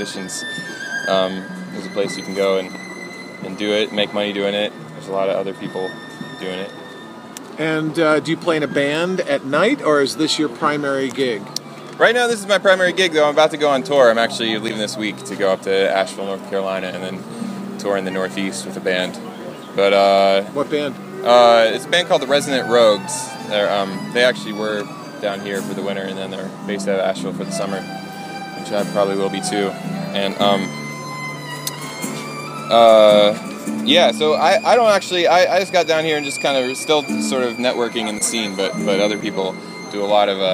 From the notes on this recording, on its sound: a live remote broadcast from the 45th annual New Orleans Jazz & Heritage Festival